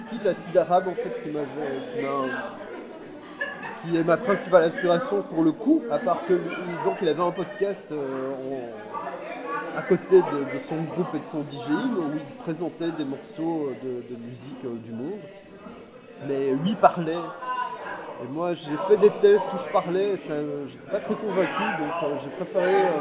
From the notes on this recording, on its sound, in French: A été enregistrée au Bier Circus (bar situé rue de l'Enseignement à Bruxelles). En mode "conversation de bistrot".